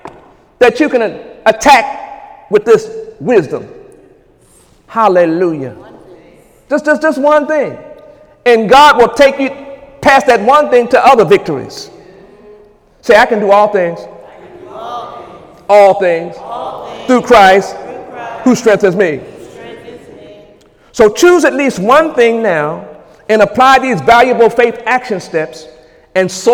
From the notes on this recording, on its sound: During Sunday morning service on January 28, 2018